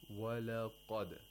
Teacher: Notice that the waw and the lam and the dal are pronounced with tarqiq, while the qaf is pronounced with tafkhim.